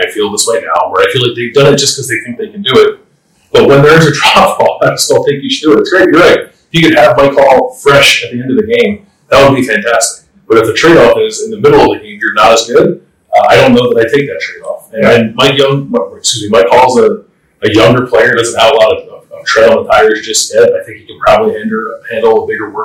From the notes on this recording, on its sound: Apologies for the audio challenges, a key piece of equipment malfunctioned and was not immediately replaceable.